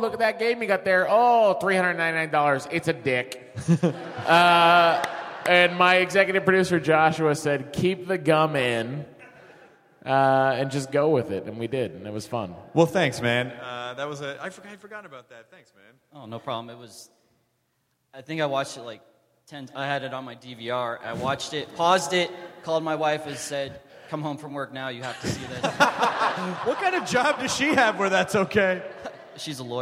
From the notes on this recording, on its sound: Live from SDCC 2013! It's the Nerdist live from the Balboa Theater in San Diego again!